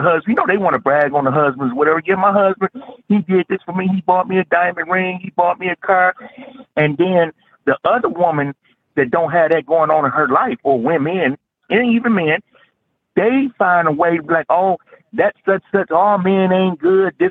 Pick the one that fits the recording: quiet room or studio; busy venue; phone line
phone line